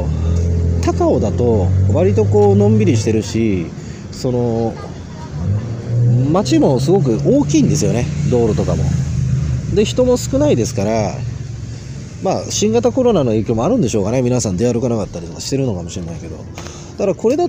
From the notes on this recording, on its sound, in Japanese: 台湾高雄の川のほとりでボーッと録音してみた。夜に録音してみた。